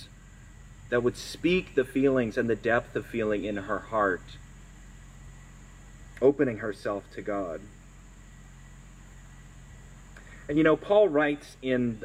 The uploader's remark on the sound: Sermon recorded at our outdoor worship service on September 4, 2022.